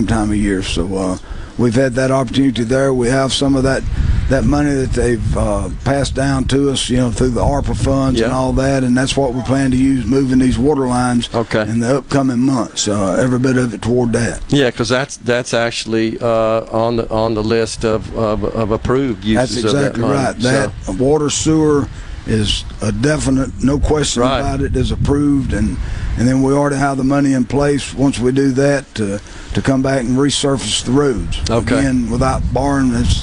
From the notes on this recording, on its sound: LIVE from Walley Forestry in Ellisville today.